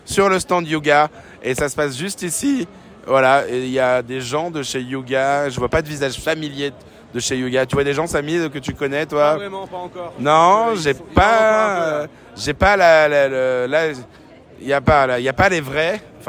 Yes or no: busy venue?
yes